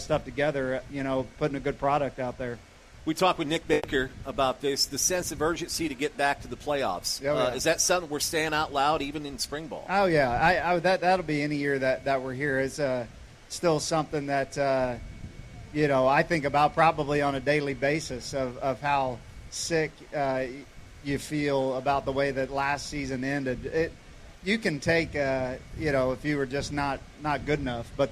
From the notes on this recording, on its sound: outside of Saluki Stadium for Sportsvoice on Location